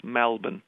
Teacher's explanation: So there is evidence that we're getting Melbourne is starting to show itself to be distinctive, and it's because of one vowel. And even the way we say the city name has changed, so that many people in Melbourne refer to it as Melbourne. So they open the vowel.